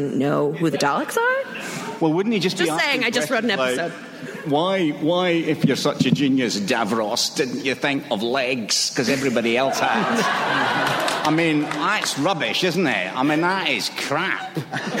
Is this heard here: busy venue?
yes